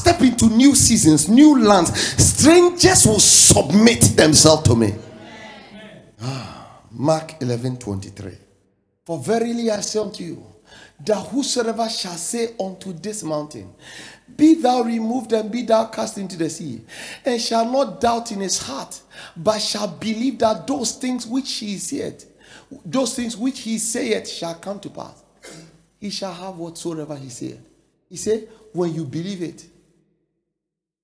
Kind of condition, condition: setting, large echoing room